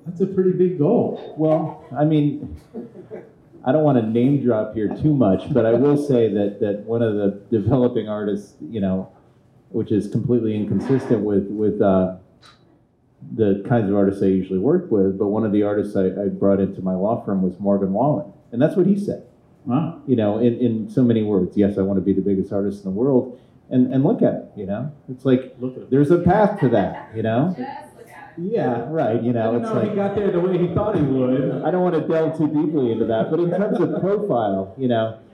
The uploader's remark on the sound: Our first ever live episode! At Vinyl Tap in East Nashville.